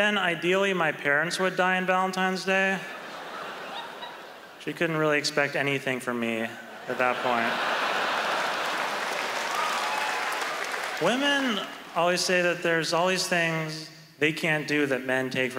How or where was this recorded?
live audience